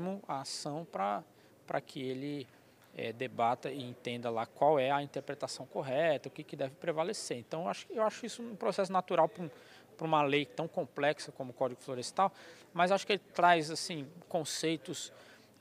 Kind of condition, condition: setting, busy venue